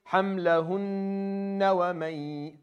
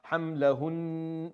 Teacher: the noon that has a shadda on it gets two counts, whether you're going to stop or continue. So when we stop, hamlahun, we give it two counts, right?